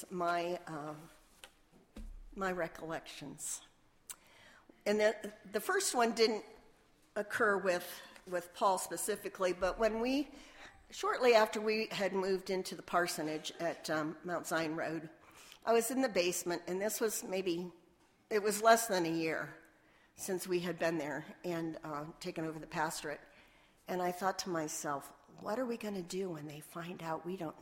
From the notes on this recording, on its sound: Sermon Audio from Woodbury Church of the Brethren.